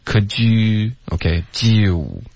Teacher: Could you 要注意滑动，别发成 g.